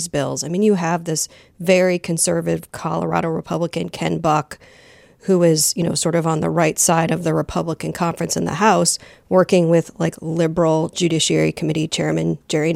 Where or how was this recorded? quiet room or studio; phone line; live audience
quiet room or studio